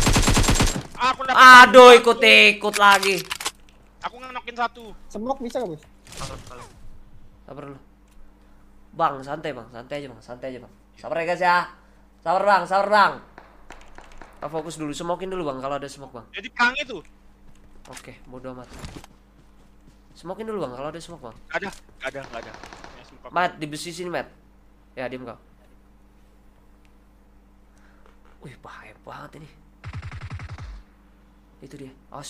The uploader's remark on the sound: Palying Game While In The Car. Driving tesla and playing a game.